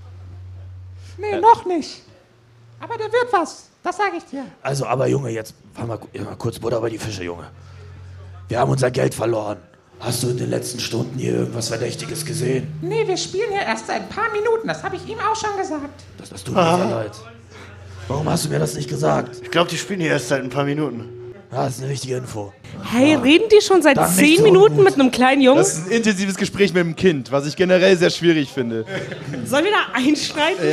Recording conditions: live audience